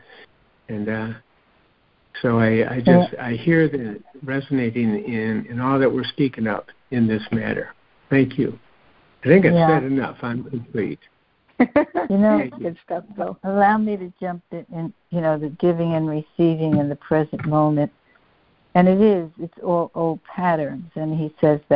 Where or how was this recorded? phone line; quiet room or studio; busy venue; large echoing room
phone line